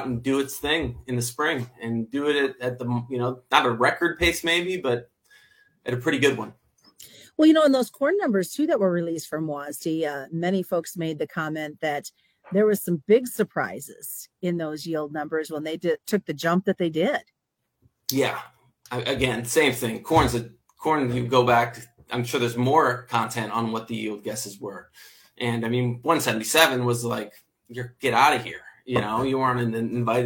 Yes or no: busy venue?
no